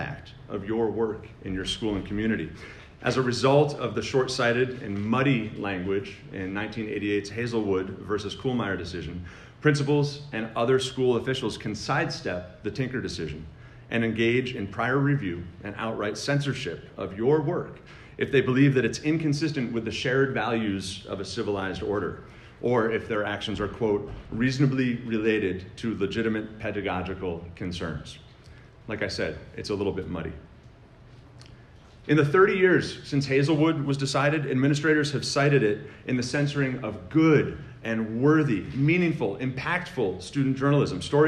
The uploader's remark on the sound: With nearly 800 students at the Garden State Scholastic Press Association's Fall Conference. That message is presented here as an episode of the podcast.